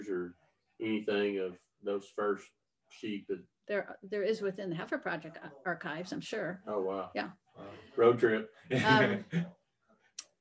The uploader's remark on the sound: Don't pay any attention to the sound issues, we didn't realize we had the mic setup wrong until after we had recorded and left so we edited it the best we can.